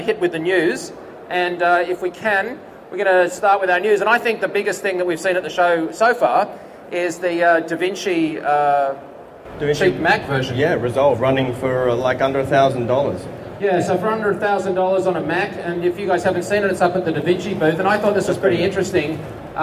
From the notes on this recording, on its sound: NAB 2010 episode including live from the Post Pit on NAB floor.